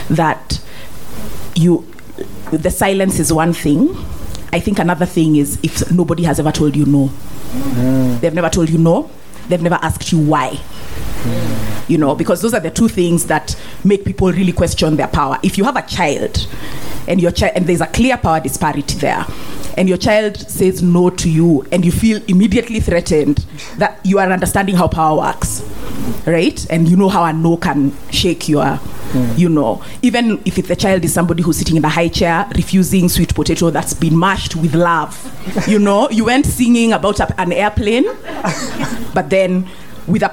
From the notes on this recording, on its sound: Comes from the panel event held in Nairobi on the topic 'Let's talk about Inhabiting Injustice'.